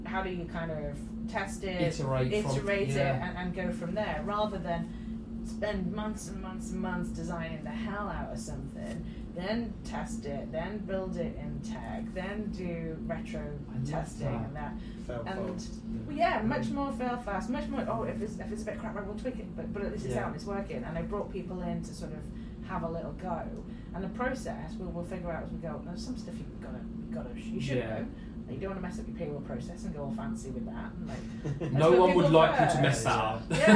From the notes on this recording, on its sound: We had a mic issue during the filming of this episode so please excuse the audio quality.